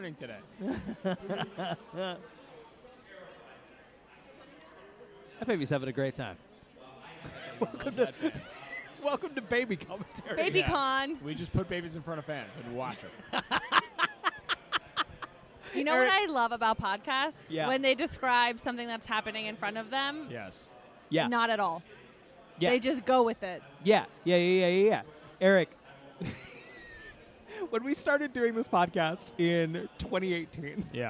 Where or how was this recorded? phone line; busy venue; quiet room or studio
busy venue